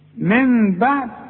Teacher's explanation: النون ساكنة وبعدها به يحصل اقلاب مع الاخفاء مع الغنة